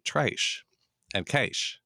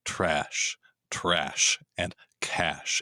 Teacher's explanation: I had to learn to drop that A down into my throat · Shown in: second take · so I wouldn't say, I don't have any cash with me today.